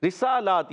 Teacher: را کے نیچے زیر را باریک ہو جائے گا